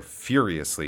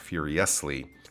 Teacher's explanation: And I guarantee if you looked up the word furiously in a dictionary, it would show you put the stress on the beginning syllable, not the middle or second to last syllable · Shown in: first take · So furiously, not furiously.